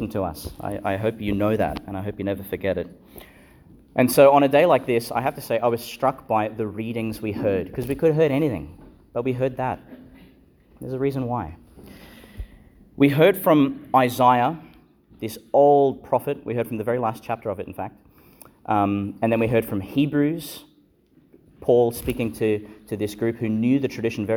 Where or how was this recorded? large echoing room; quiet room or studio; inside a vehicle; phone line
large echoing room